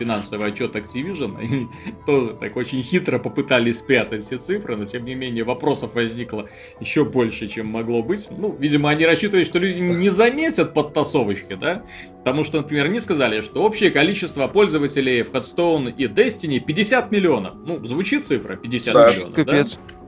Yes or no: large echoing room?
no